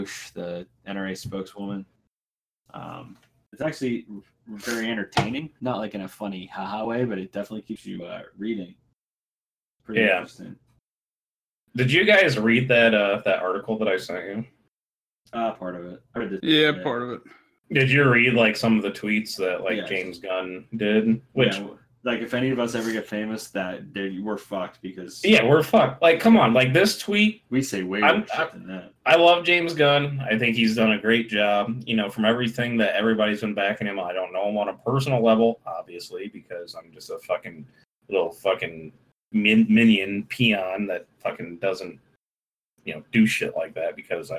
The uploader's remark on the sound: Stepisode 28 is an excellent lesson for how not to record a podcast.